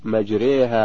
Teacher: تقرأ بالإمالة أي بتقريب الفتحة نحو الكسرة والألف نحو الياء